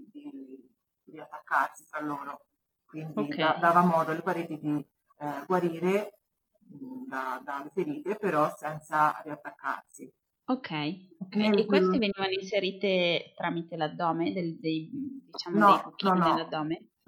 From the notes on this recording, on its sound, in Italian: la qualità audio è decisamente pessima